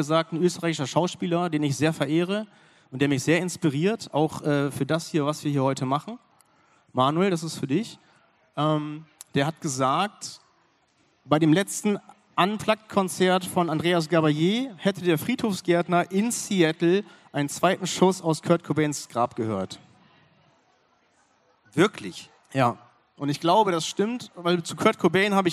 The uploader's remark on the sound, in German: Unsere 30 Minuten LIVE-Mitschnitt vom BLG-Podcastfestival der diesjährigen BREMINALE.